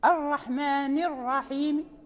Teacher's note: يعني كسرة مختلسة، يعني يذهب ثلثي الحركة ويبقى ثلثها، ولكن لا يجوز معه إلا القصر، لا نقف بالإشباع وبالتوسط لأنها حركة، إذا كانت الحركة ليس هناك مد. · Term: الروم